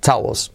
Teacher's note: con la L suavecita y la W como una U